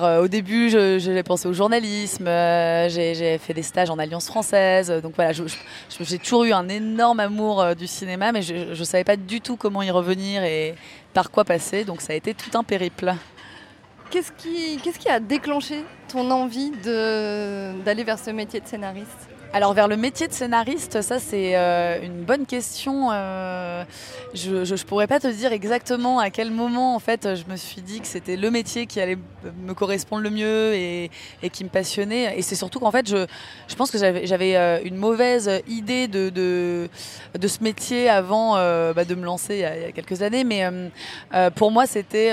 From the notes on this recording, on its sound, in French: Suite et fin de cette série de 3 capsules inédites enregistrées en marge du 76ème Festival de Cannes. Dans un café situé juste à côté du Palais des Festivals.